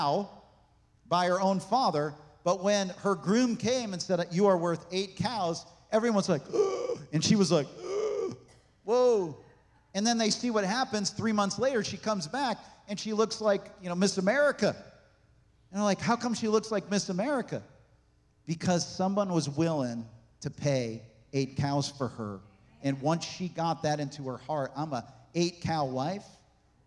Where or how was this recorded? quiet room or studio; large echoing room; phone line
large echoing room